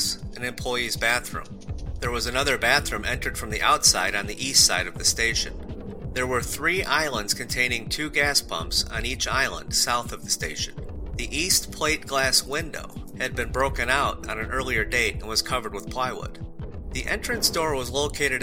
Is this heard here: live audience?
no